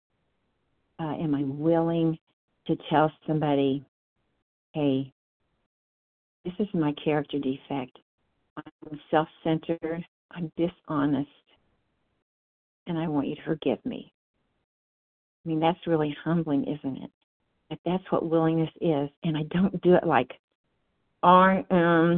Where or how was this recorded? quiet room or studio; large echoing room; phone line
phone line